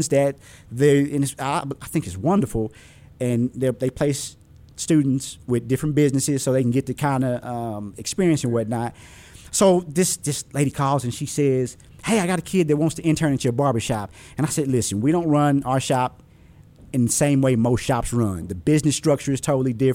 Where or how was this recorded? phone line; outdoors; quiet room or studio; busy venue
busy venue